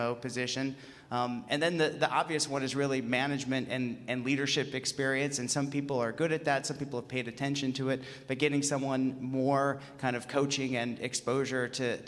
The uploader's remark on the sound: In this session recorded at CMO Summit 2022